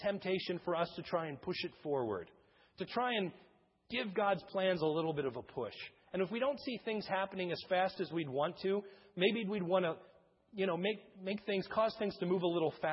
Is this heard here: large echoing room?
yes